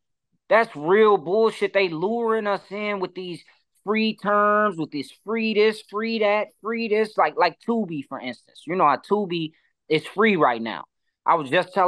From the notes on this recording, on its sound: I sit down on zoom